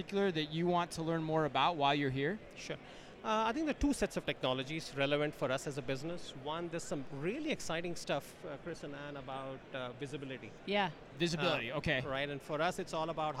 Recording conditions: busy venue